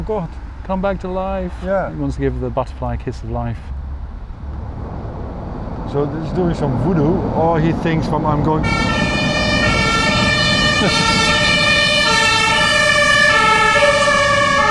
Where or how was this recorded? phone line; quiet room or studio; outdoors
outdoors